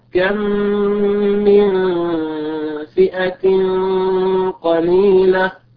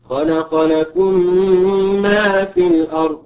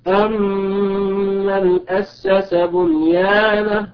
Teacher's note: الإضغام الميم الساكنة في الميم المتحركة بعدها، لأنهما حرفان اتحدا مخرجا وصفة واسما ورسما. · Term: إضغام متماثلين صغير